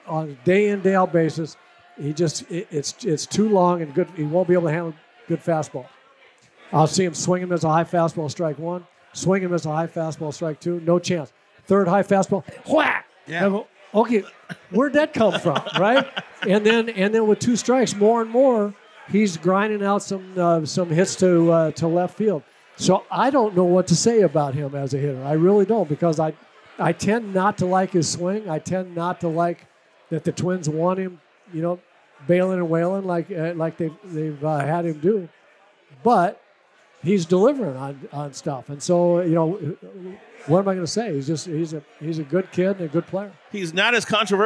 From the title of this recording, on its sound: Live from The Loon